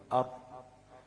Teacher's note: الراء بتخرج من طرف اللسان مع ظهر اللسان